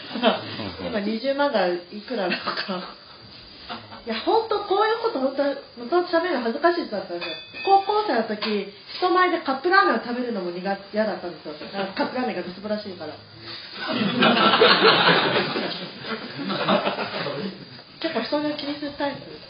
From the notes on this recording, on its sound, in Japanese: 初めての公開収録内容。声小さくない？収録地：デジタル・ハリウッド大学３Ａ教室（オルギア視聴覚室vol.5 会場）。